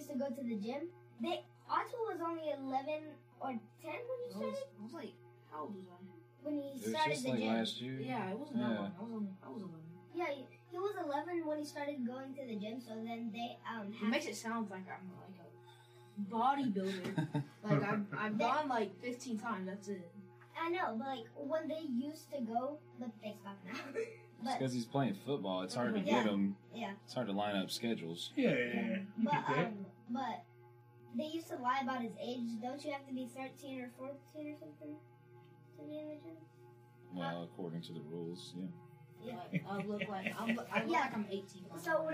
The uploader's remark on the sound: Sorry about the audio on this one. We had some snags this night with our recording equipment.